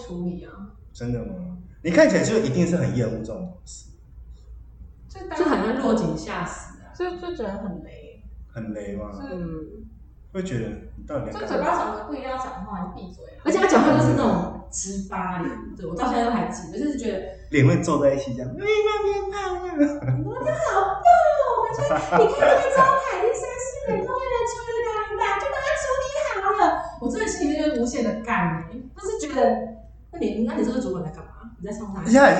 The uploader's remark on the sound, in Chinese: 有聽眾朋友反應這集的回音較大。因為當初在場地判斷上的疏忽已經盡可能用手上的軟體去調整但效果還是不如預期。